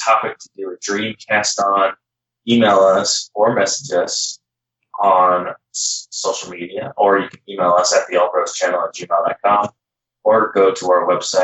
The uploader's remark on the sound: Technical difficulties this episode, bros. We hope you enjoy this episode regardless of our sound.